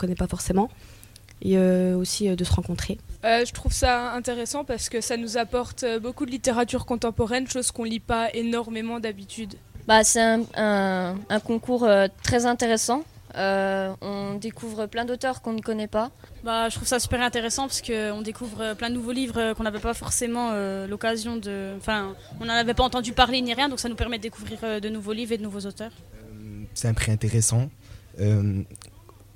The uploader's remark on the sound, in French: En direct de la librairie Larcelet. Un micro-trottoir de lycéens.